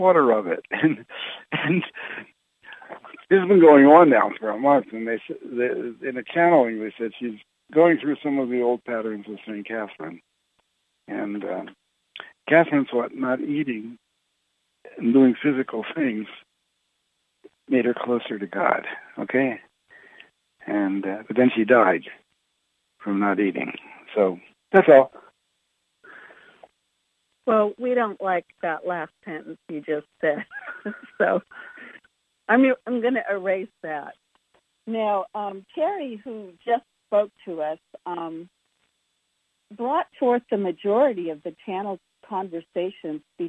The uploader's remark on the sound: Conference Call LIVE